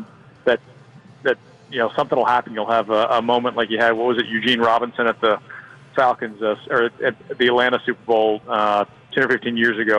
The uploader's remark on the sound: Live from The AC Hotel!